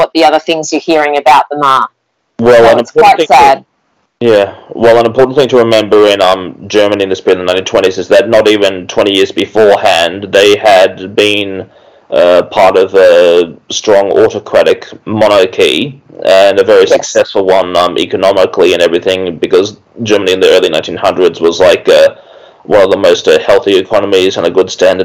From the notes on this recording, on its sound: We apologise for the poor audio quality. At the time of recording Covid restrictions forced us to record remotely.